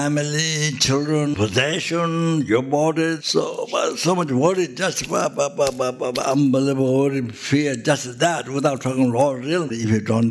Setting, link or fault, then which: setting, large echoing room